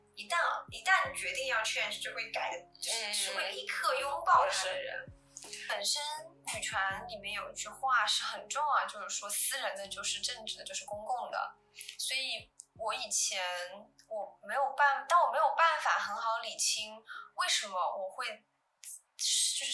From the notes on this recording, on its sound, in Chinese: 这是我录制的第二期播客，在技术上我遇到了一些难题。虽然剪辑了三遍，但是声音效果还是有很大的提高空间。